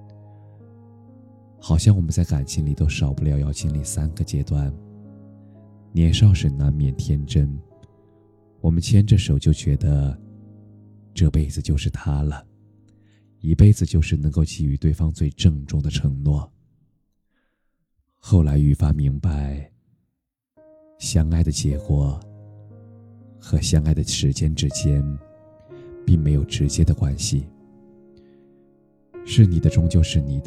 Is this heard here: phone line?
no